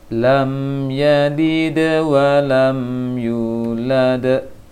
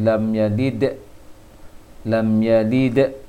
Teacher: lam yalid itu dia adalah qalqalah kecil, sehingga pantulannya kecil, tidak memutuskan suara antara dal dengan huruf setelahnya · Shown in: first take · Dibacanya lam yalid wa lam yulad, sehingga tidak dibaca seperti lam yalid, lam yalid.